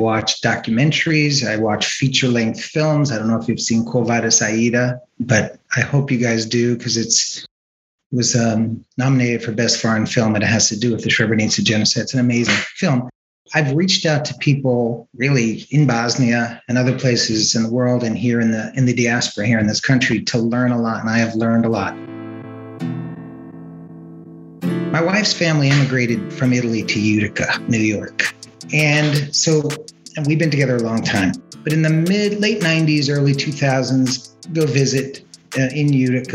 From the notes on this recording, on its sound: This episode was recorded on July 29th, 2021 via Zoom.